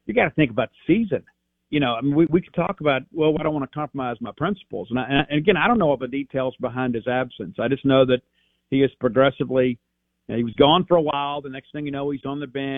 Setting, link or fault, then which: link, phone line